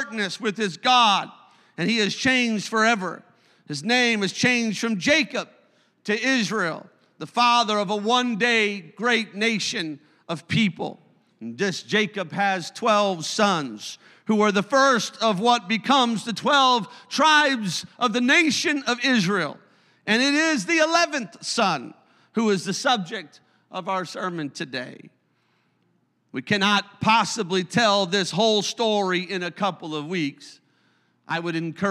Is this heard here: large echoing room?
yes